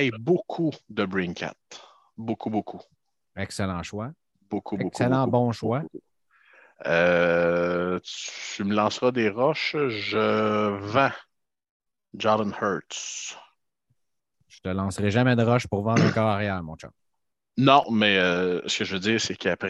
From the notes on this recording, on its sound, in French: On s'excuse pour la qualité de la connexion internet, la technologie n'est pas infaillible!